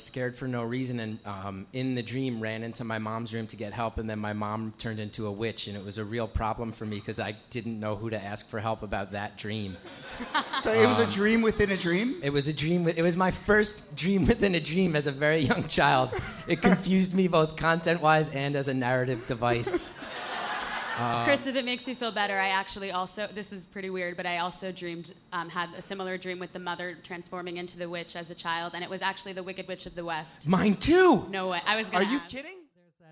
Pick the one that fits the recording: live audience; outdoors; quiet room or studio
live audience